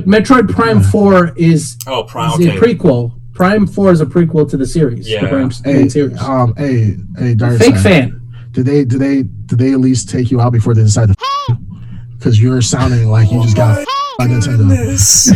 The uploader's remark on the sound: Experienced unexpected recording audio issues this episode.